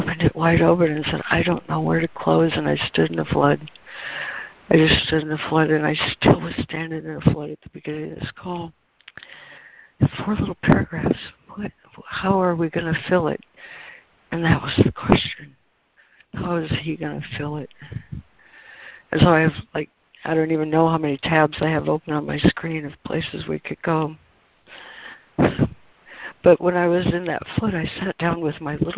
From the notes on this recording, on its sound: ACIM Daily Conference Call